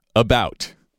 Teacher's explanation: It goes unstressed, stressed, about. Right. So the accent, the stress is on the second syllable of that word.